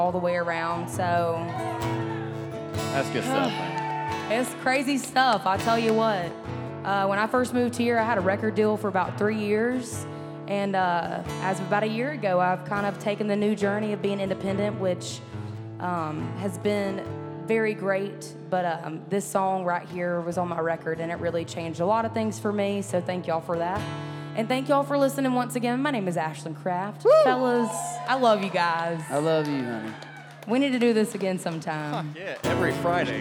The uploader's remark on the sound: Rounds At Live Oak In Nashville